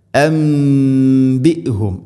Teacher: അൻബിഹും, സാക്കിന നൂന്നു ശേഷം ബാ, നൂന് സാക്കിനയ്ക്ക് ശേഷം ബാ വന്നാൽ നൂനിനെ മീമാക്കി മാറ്റണം. ഇഖ്ലാബ് എന്നാണ് അതിന് പറയുക.